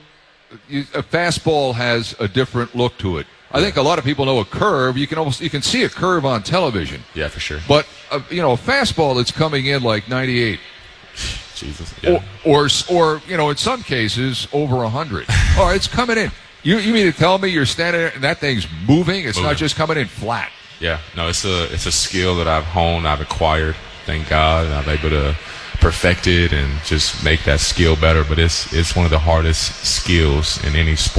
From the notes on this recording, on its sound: Live from Redsfest. Live from the Duker Energy Convention Center in downtown Cincinnati.